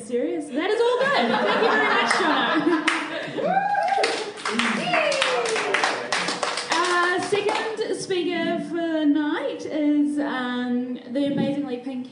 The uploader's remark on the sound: Recorded live at The Basement Theatre.